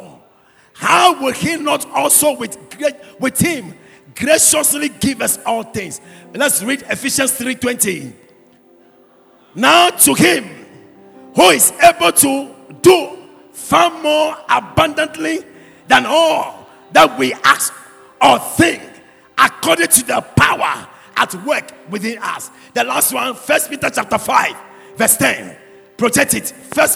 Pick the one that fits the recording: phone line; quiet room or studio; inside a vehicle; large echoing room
large echoing room